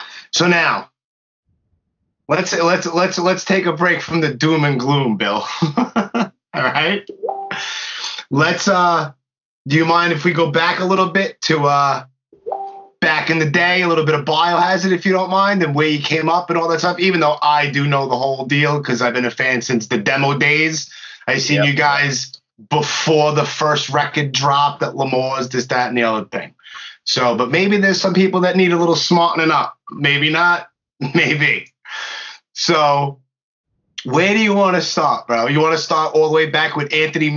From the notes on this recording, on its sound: It was his idea to do a Skype interview. The audio isn't the greatest due to it being a Skype call over Wifi from across the country. My apologies for the shotty audio.